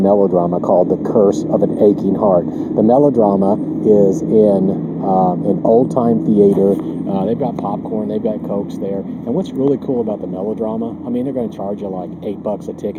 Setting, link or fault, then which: setting, outdoors